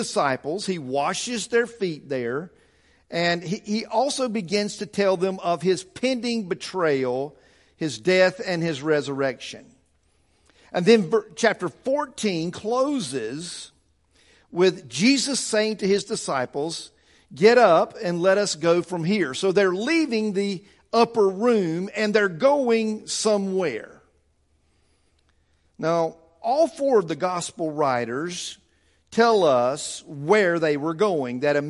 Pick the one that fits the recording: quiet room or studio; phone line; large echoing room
large echoing room